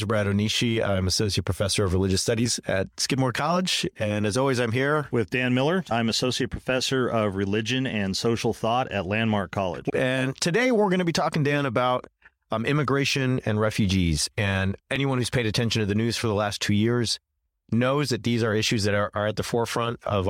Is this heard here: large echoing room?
no